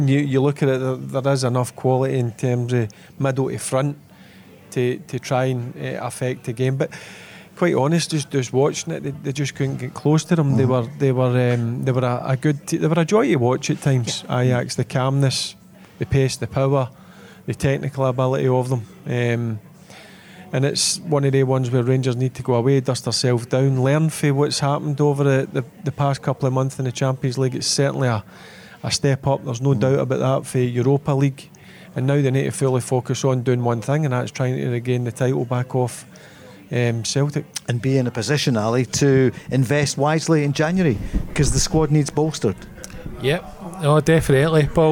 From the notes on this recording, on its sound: Recorded at The Radisson Red Glasgow.